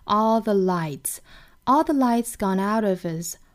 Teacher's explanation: 这个 all 美音的话呢，上下开口都更开更自然的